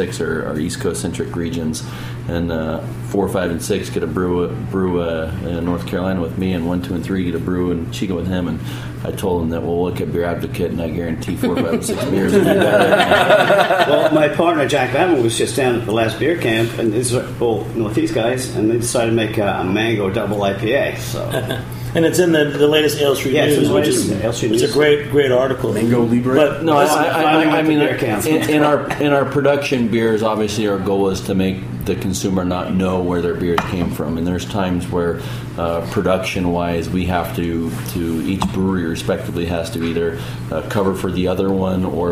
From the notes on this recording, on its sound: Recorded off-site at Jimmy's No.